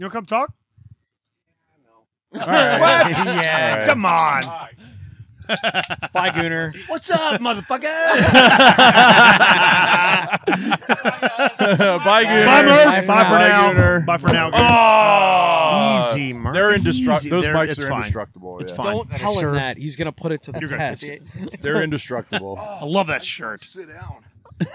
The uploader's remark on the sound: The crew recorded and live streamed from The Lot at the Old Fat Bald Guys Summer Ice Hockey Tournament and charity event to benefit Platoon 22.